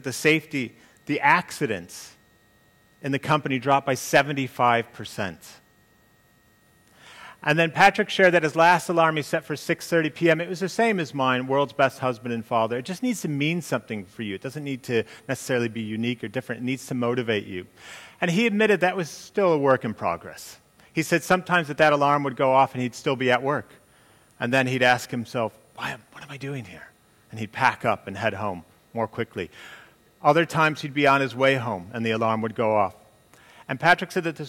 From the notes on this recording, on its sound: during the commercial business growth talk on the second day of Elite Business’ live event on March 10